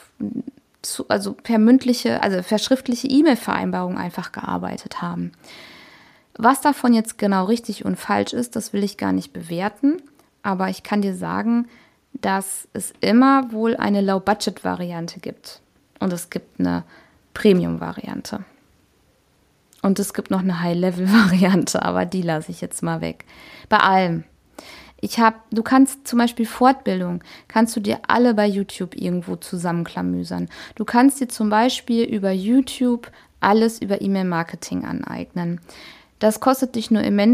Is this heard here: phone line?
no